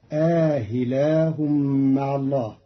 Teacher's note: قرأ قالون كلمة أإله بتسهيل الهمزة الثانية بين مع الإدخال فتصير آهلاه مع الله.